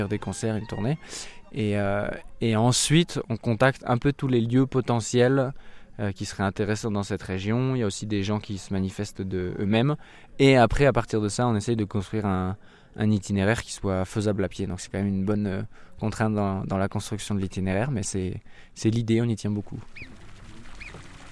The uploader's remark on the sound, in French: Pour leur première soirée de concert, au refuge du Vallonbrun en Vanoise. Au son des alpages, du sifflement des marmottes et de l’eau de source qui ruissèle.